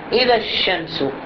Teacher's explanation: مباشرة ننتقل من الذال المفتوحة التي تكون قبل الألف إلى الشين المشددة